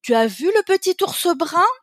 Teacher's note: on a une intonation montante, très exagérée